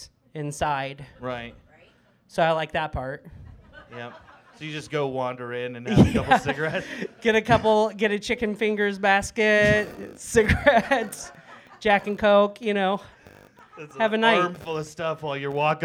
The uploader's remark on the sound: Live show recorded at Stampede Bar and Grill in Prairie City, Iowa.